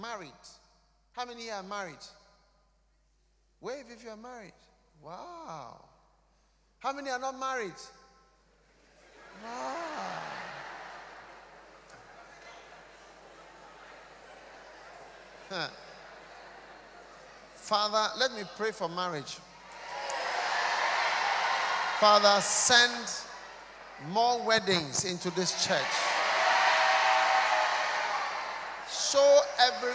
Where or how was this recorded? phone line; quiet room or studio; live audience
live audience